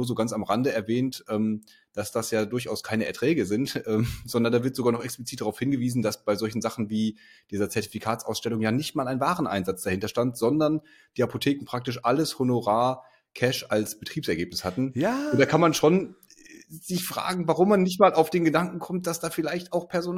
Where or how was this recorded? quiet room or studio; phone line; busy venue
quiet room or studio